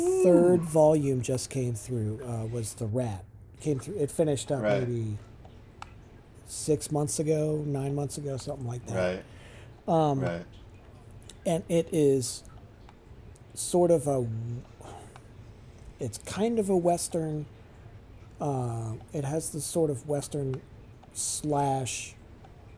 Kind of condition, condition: fault, sounds in the background